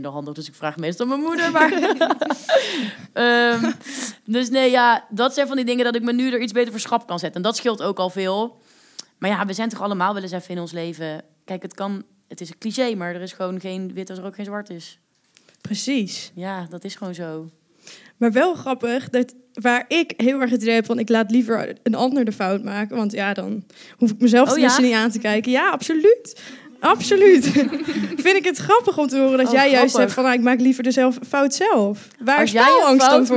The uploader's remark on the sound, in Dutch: Tijdens een live opname in de Lindenberg